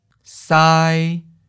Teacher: First tone, high flat.